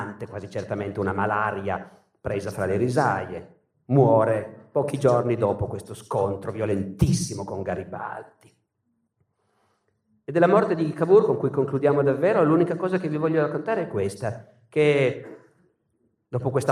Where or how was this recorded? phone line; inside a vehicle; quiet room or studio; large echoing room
large echoing room